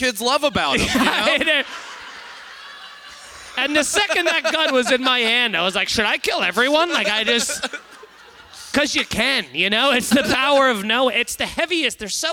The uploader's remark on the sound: We did a live podcast at the Algonquin Arts Theatre in Manasquan, New Jersey. A couple fell asleep during it. We answer questions from the audience.